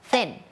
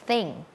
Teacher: เสียงแบบ unvoicedคือออกมาแค่ลมเราเอาลิ้นเนี่ยมาวางตรงกลางระหว่างฟันบนกับฟันล่าง